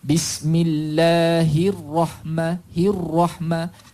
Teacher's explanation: dalam tajwid ni, ra baris atas tebal